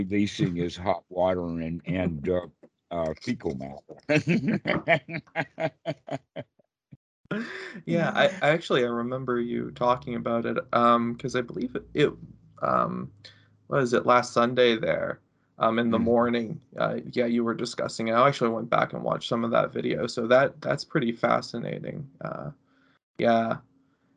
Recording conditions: video call